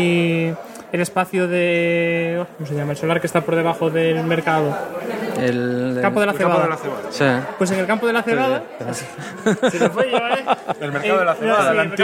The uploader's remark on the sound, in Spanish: También estuvimos en la fiesta que celebraron